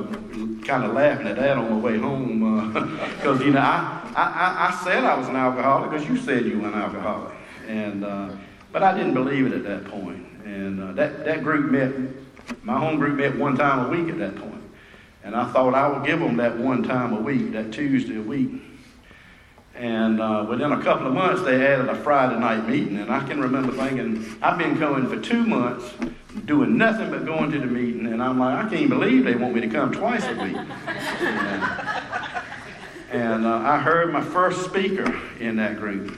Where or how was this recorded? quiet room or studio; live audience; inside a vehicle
live audience